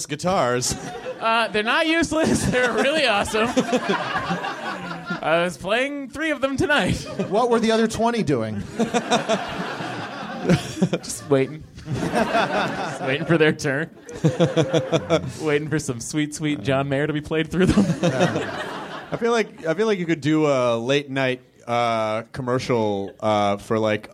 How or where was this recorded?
live audience